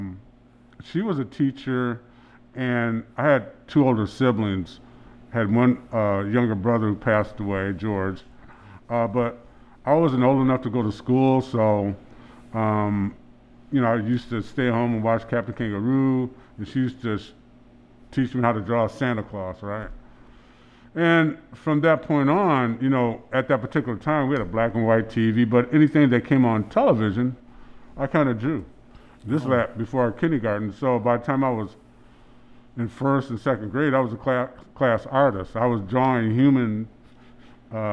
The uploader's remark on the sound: At another remote location (Blue Owl Coffee) during COVID-19. This episode was recorded at Blue Owl Coffee in Lansing's Old Town.